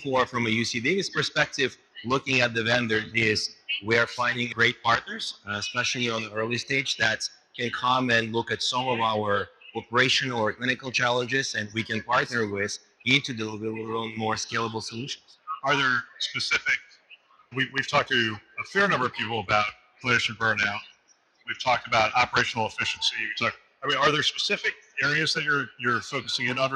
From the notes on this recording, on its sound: it’s an Interview in Action live from HLTH